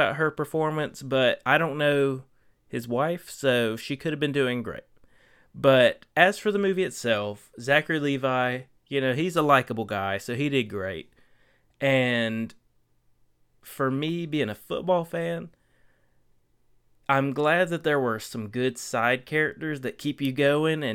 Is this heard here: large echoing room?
no